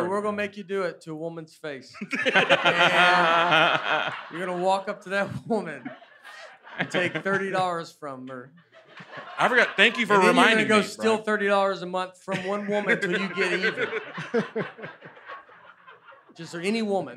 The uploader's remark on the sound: LIVE at Zanies. The guys discuss the Earth in front of a live audience at Zanies Comedy Club.